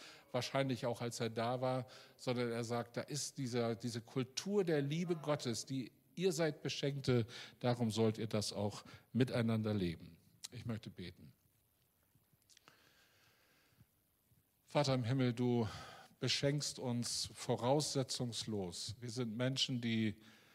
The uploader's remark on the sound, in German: Aufzeichnung der Predigt des Gottesdienstes